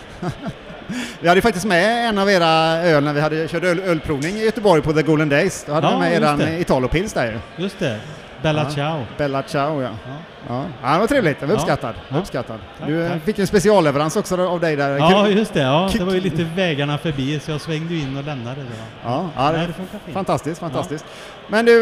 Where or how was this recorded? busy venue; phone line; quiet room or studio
busy venue